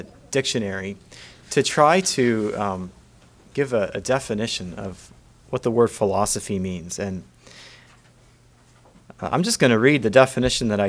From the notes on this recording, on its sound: Message preached at Word of Hope